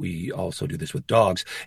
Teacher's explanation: I let you know with that quick vocal drop that I'm just tucking this idea into a larger idea